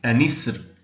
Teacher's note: عند الوقف بالسكون على كلمة أنسر في قراءة من وصل وكسر النون، ومنهم قالون طبعا، هنا يوقف بترقيق الراء